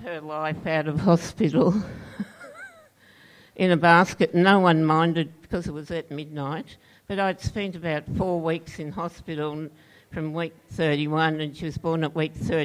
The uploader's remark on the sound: This episode of the Spoken Word show replays a recording of the event.